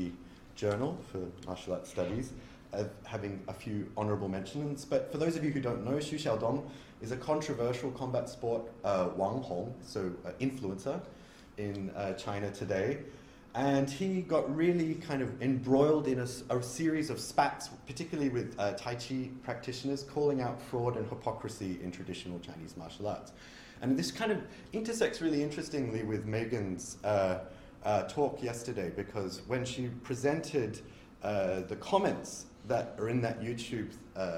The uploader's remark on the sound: A talk given at the 2023 Martial Arts Studies Conference.